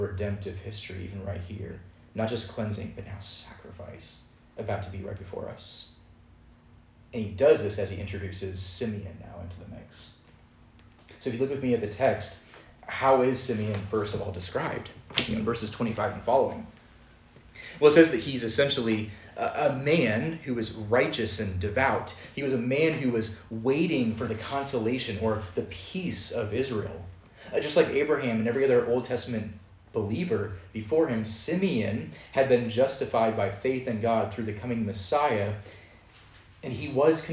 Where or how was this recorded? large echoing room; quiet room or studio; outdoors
large echoing room